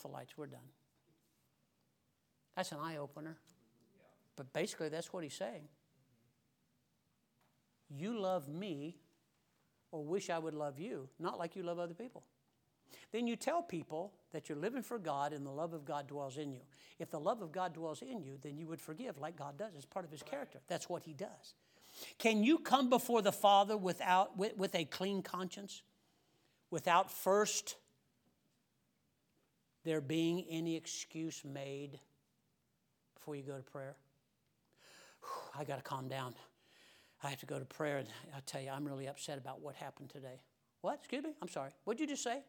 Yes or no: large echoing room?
yes